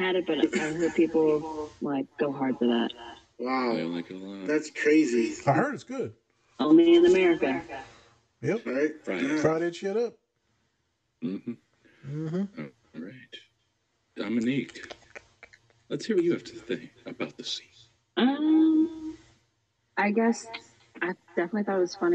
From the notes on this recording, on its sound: Visual & Audio issues, our apologies